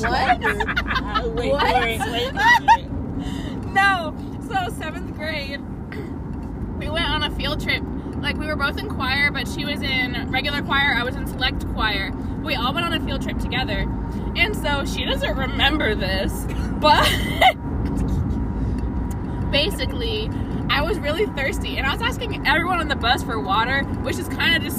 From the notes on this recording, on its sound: Car Conversations. WE ARE IN THE CAR AND YOU CAN HEAR CAR SOUNDS.